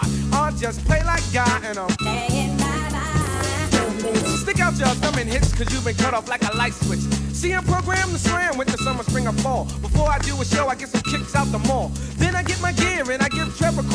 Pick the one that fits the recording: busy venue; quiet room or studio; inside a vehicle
busy venue